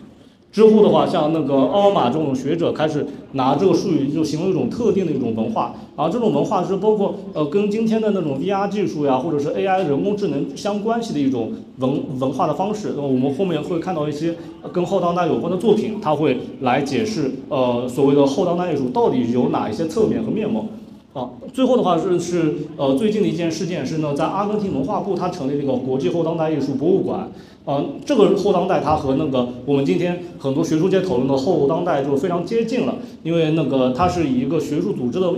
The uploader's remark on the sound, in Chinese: 现场实录